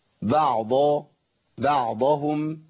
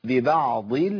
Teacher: العين حرف ضعيف مرقق، والضاد حرف مطبق مستعلي قوي جدا